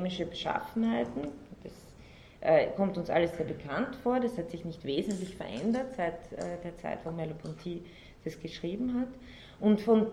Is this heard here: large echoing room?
yes